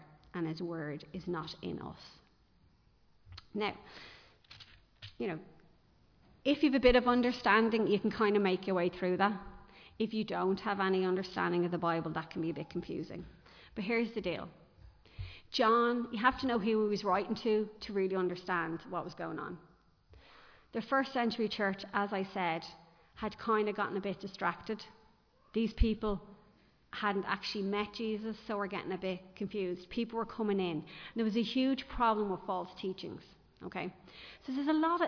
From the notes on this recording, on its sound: Recorded live in Liberty Church